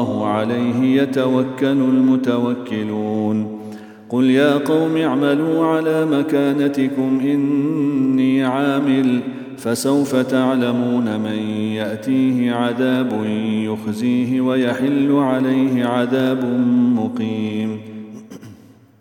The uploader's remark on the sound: at the Houghton Masjid (West Street)